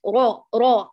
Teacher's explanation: الداخل وكأنها جمعت شتات الفم من الداخل الخدان جمعتهما فحصل ماذا توجه الهواء صار بالطريق الخطأ ليس إلى غار الحنك وإنما إلى سقف الفم نعم لكن بطريقة خاطئة فخرج هذا الصوت وفعلا هو كالطبل المجوف · Term: إشمام